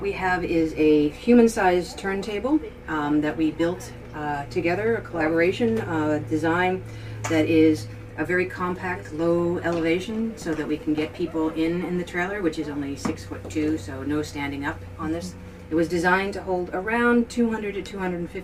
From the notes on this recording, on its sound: Live from LFNW